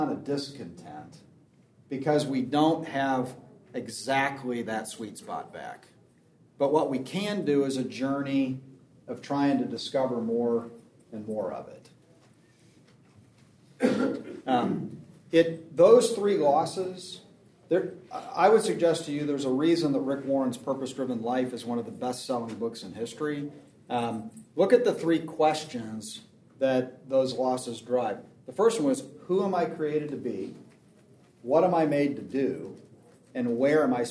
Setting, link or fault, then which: setting, busy venue